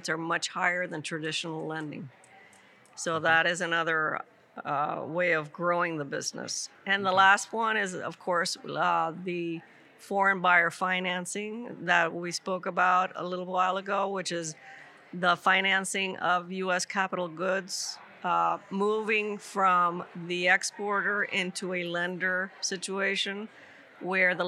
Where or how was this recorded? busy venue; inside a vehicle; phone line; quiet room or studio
busy venue